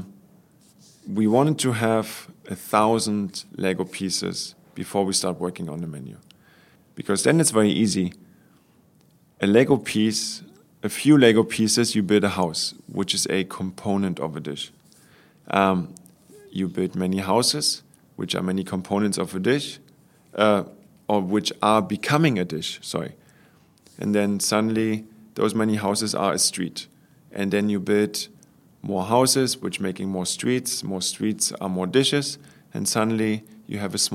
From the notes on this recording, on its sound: Recorded at Inua in Tokyo. Recorded at Inua in Tokyo.